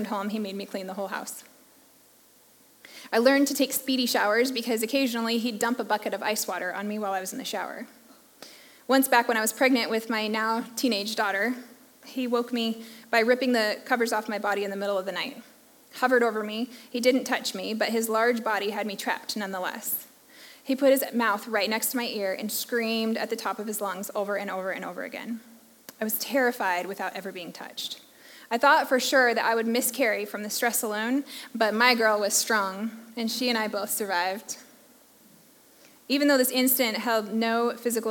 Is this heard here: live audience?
yes